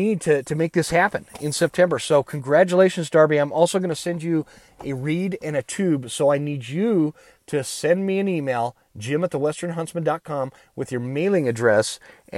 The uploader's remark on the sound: I recorded this episode on my phone from the elk woods of Idaho.